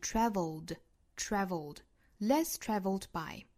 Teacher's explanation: Travel 尾部呢加一个的发音同样是发浊音啊，因为 travel 是以舌侧音结尾的，那舌侧音呢属于是这个浊音类的，所以说它后面如果去加的也好，去加 ed 也好，去加这个 s 也好，同样是要发浊音的，里面是 traveled traveled less traveledby，那这个的非常的轻啊，我们注意甚